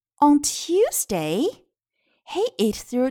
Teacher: 注意 through 一定要咬舌，th 一定要咬舌 · IPA: [θruː]